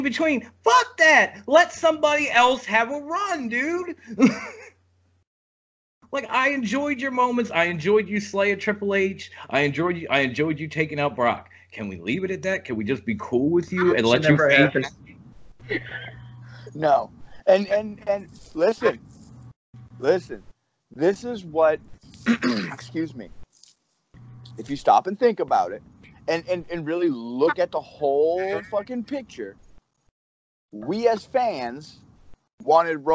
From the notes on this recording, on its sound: 4 Admins from a FB group decided to hop on Skype.